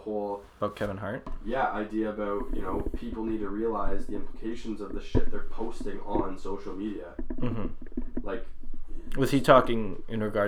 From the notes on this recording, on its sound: we only had a single mic recoring the whole time